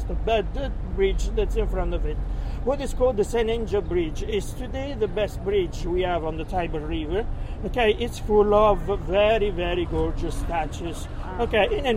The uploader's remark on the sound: Golf Cart Tour of Rome at Night. Sets off on a night tour of Rome by Golf Cart describing the captivating historical sights, sounds, and fascinating people in this incredible city.